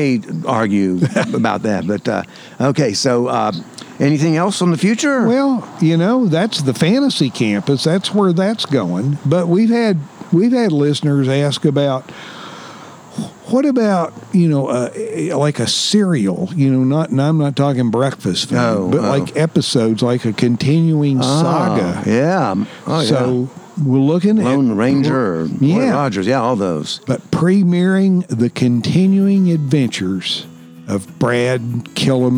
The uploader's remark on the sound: This episode was recorded at Saluda Outfitters, home of Green River Eddy’s Tap Room & Grill.